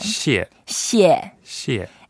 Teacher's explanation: it's fourth tone. Okay, so going down. It goes down. 谢, 谢, 谢. And also when you say it, you make sure you have your mouth very wide.